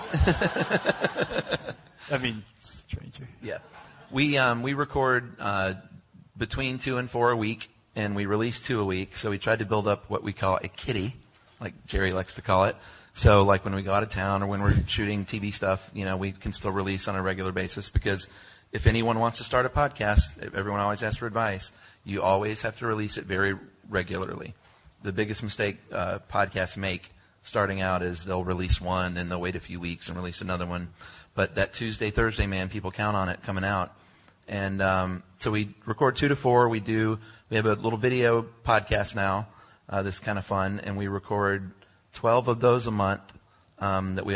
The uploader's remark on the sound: Live from SXSW